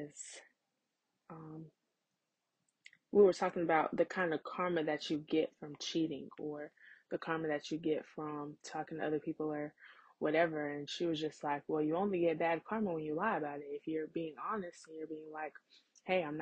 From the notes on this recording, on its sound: Sorry about the audio tonight! I’m still working on getting a new mic!